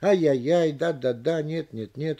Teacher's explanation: краткие словосочетания, несмотря на наличие запятых, обычно произносятся слитно. Ай-яй-яй, да-да-да, нет-нет-нет и тому подобное.